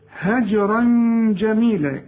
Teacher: الجيم قلقلها لأنها عليها السكون، هجرا جميلا في غنة هنا عشان الجيم من حروف الإخفاء، هجرا جميلا.